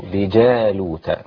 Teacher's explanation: الجيم هنا معطشة في القرآن